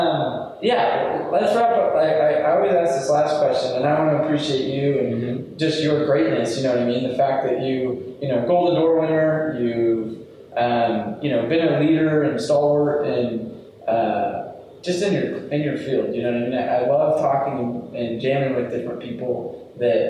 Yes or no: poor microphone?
yes